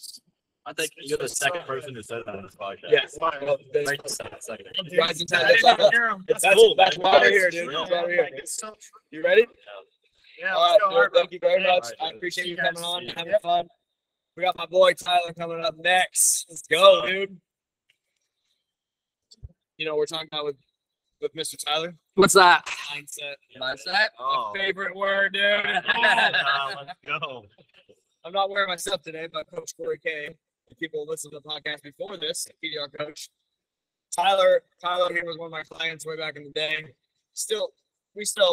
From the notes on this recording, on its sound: MTE Radio Row Recording. The audio won't be as good as normal because it takes places during the show. We had multiple different guests.